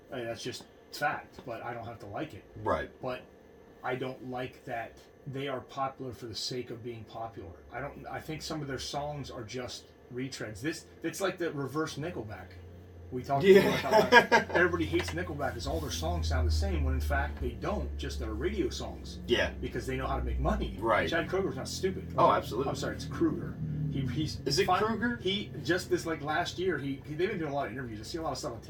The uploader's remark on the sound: Sorry about the less than 100% audio quality, we had a mishap with the recording and had to pull the sound from our video feed.